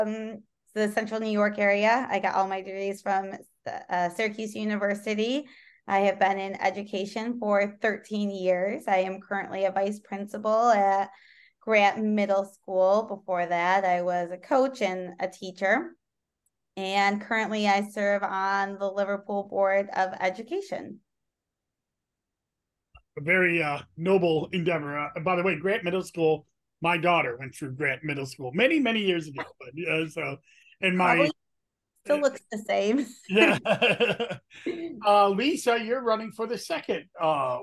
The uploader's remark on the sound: Zoom